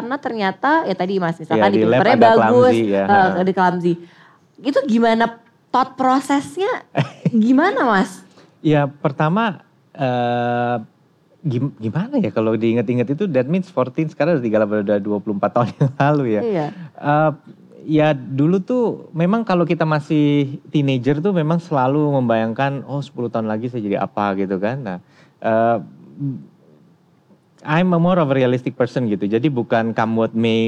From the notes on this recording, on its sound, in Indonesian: Live On Stage di Malang. Live On Stage Kota Malang.